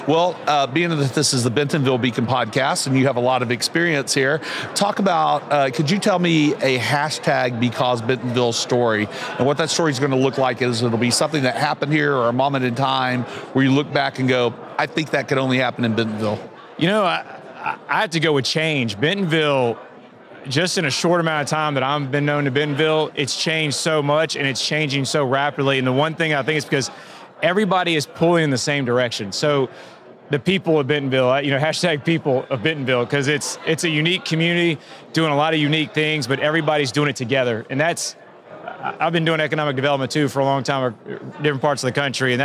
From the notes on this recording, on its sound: live-recorded conversations at the 2023 Northwest Arkansas Technology Summit